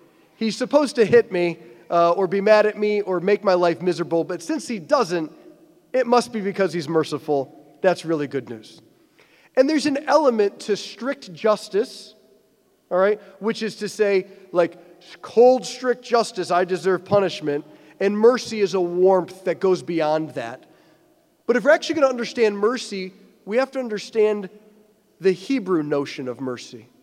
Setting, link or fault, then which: setting, large echoing room